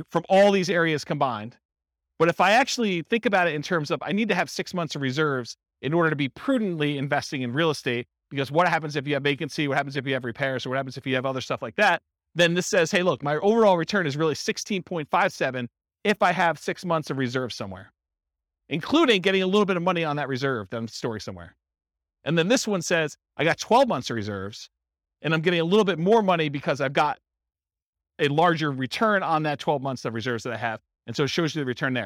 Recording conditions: live audience